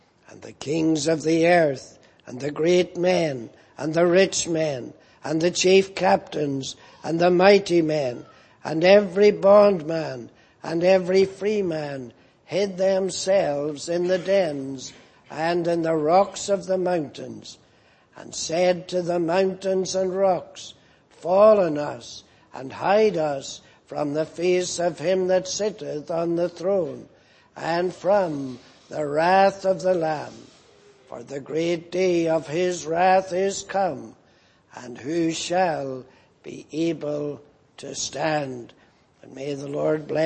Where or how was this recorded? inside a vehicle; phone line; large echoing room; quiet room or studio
large echoing room